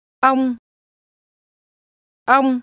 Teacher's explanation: This word for you is pronounced with a mid-level tone.